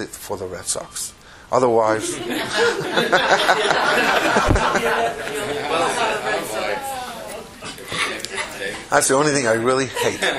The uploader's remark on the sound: Recorded live at Atlanta.